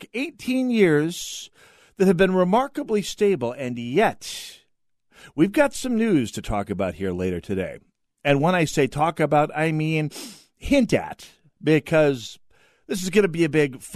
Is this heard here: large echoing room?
no